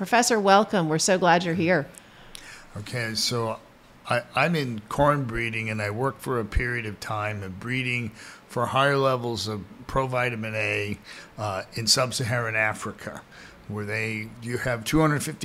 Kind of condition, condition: setting, busy venue